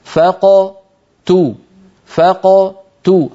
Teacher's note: ما يضم شفتيه مبكرا عند القاف، الضم للتاء